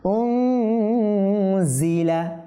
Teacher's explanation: নুন সাকিনের পর ঝা আসছে, তাহলে গুণাটা এখানে করতে হবে